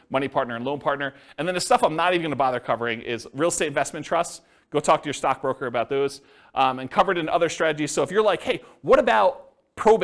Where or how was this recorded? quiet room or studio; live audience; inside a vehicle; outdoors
live audience